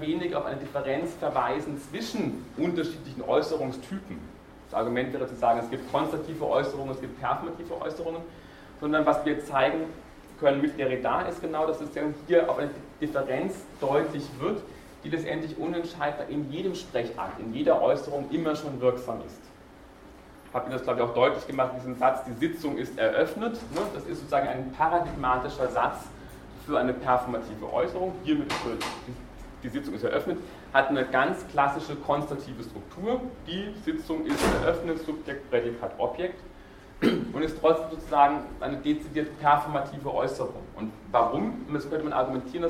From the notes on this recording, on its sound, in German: Diese Vorlesung wurde von Studierenden aufgenommen